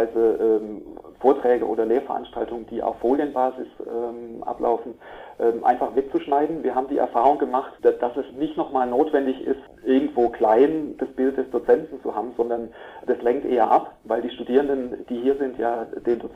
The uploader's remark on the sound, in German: Vom Informationszentrum der Hochschule Offenburg im Telefoninterview.